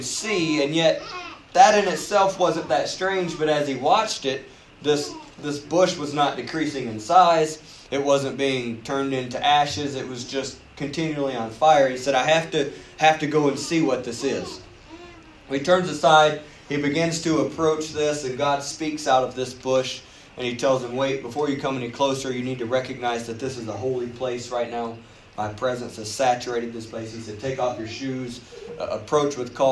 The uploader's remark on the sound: You are listening to a service recording from United Pentecostal Church.